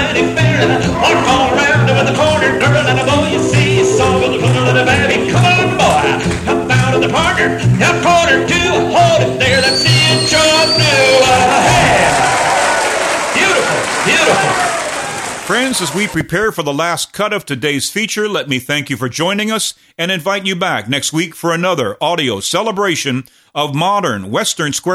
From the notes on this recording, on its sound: Vintage MWSD Live Dance Recording.